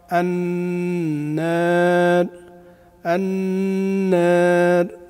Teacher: الألف لابد أن تقلل فتحتها لأن هذا الأصل، والترقيق الراء هذا فرع، فكثير يقرأ في هذه وفي اللي بعدها المثالين اللي بعد يقرأ بترقيق فقط ولا يقلل الألف، هذا خطأ. · Term: التقليل